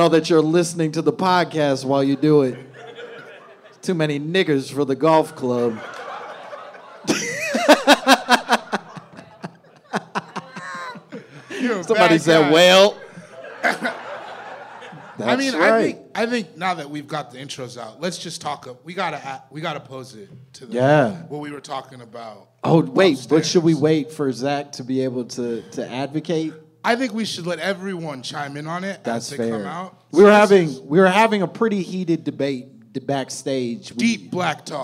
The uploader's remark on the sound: My Momma Told Me Live from LA!